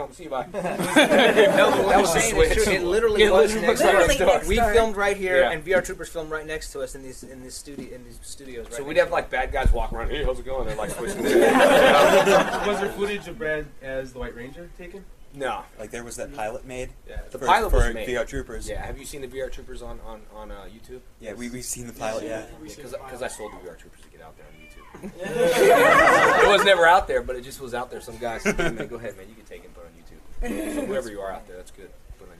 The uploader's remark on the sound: Power Rangers Press Panel at Anime Central 2008